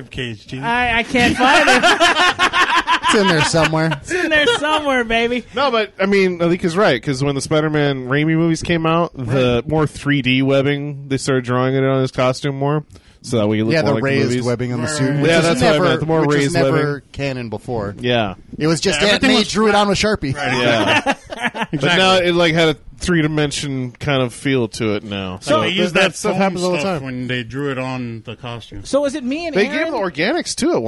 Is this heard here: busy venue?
yes